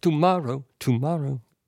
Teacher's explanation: With the emphasis on the middle syllable.